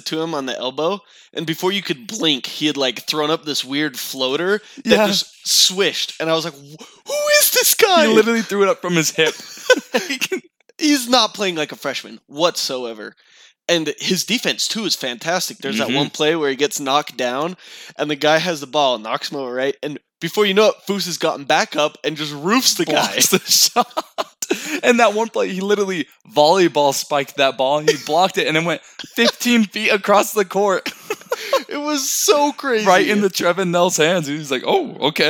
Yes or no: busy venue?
no